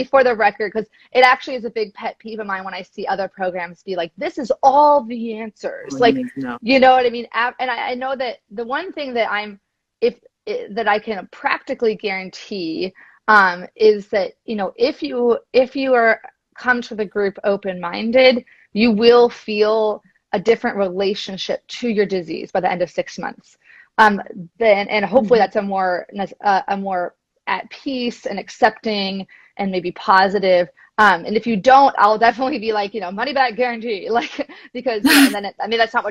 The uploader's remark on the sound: This conversation originally took place as an Instagram Live discussion in September 2021.